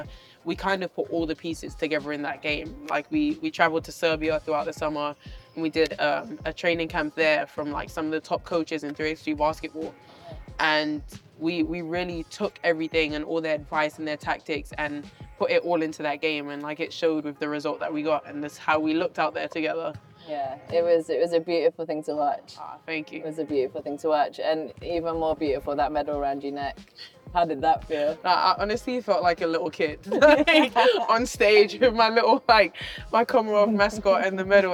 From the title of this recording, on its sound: A BBL Trophy Final SPECIAL from Glasgow's Emirates Arena